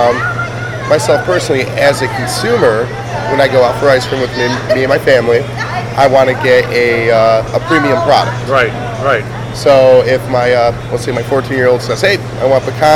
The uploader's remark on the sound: From the show floor, at the Mid-America Restaurant Expo. The Hillson Nut Company was an exhibitor at the the Mid-America trade show.